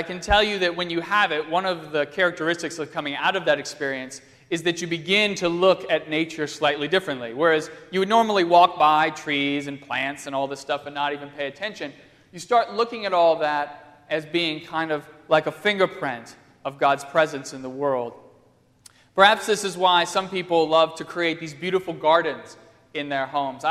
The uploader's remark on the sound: on Sunday, October 4, 2015, at First Presbyterian Church of Arlington Heights, Illinois.